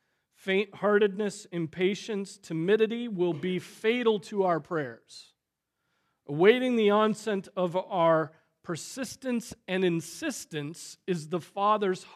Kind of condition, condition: setting, large echoing room